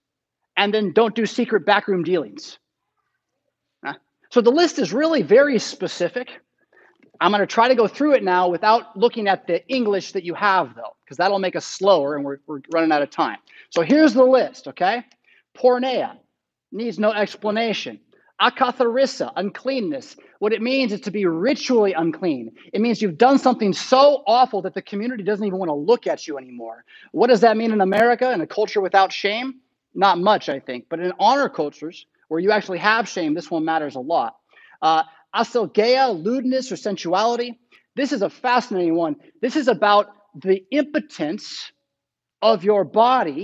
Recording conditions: large echoing room